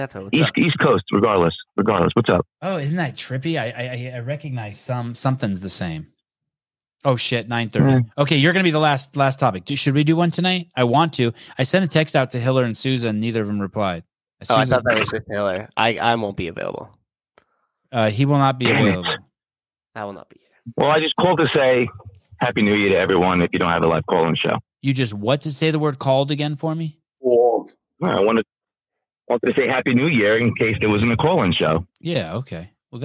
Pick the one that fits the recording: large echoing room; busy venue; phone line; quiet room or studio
phone line